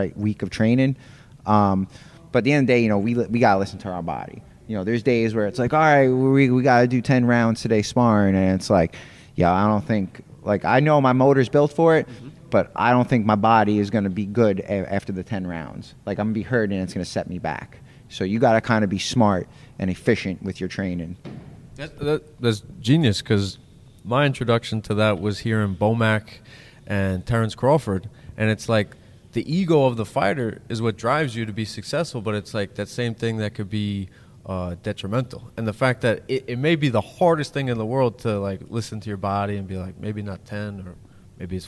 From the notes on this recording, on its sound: IN-GYM.